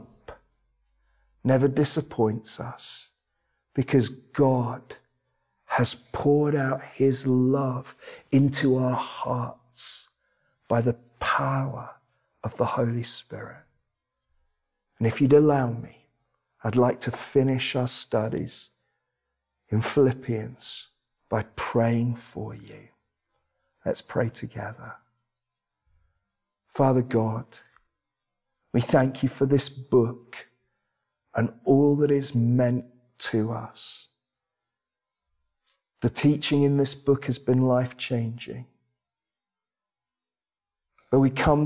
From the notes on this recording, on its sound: This sermon was preached at Welcome Baptist Church